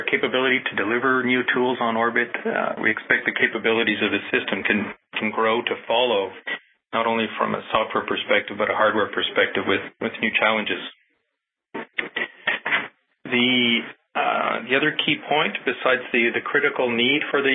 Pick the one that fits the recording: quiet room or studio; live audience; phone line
phone line